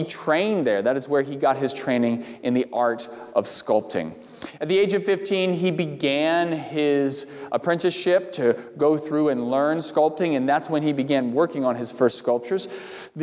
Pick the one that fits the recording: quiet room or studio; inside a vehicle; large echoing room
large echoing room